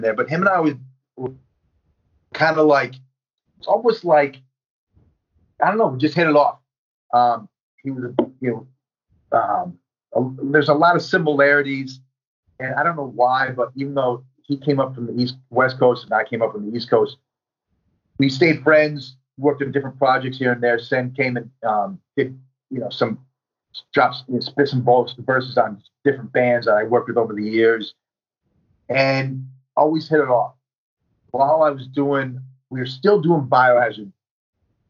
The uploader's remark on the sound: It was his idea to do a Skype interview. The audio isn't the greatest due to it being a Skype call over Wifi from across the country. My apologies for the shotty audio.